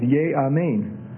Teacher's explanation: So instead of taking the dagesh, it gets compensatory lengthening, and the segol gets lengthened to tseri